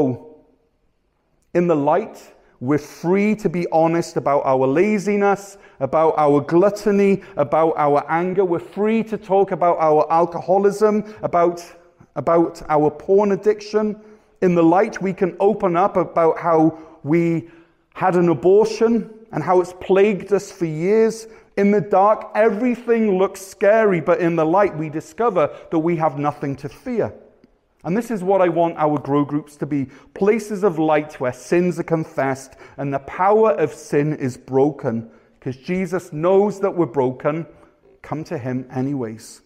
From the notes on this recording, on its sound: Weekly live worship service from Cornerstone Church, North Gower (Ontario)